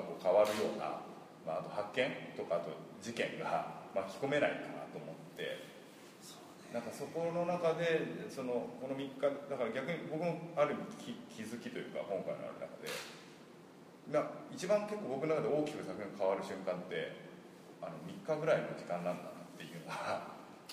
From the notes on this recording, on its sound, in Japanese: 会場：金沢美術工芸大学 展示室。OUTBOUNDー彫刻シンポジウム外伝 のトークイベントの録音です。